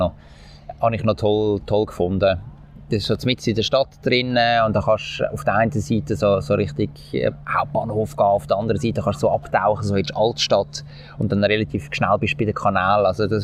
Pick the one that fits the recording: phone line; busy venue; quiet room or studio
busy venue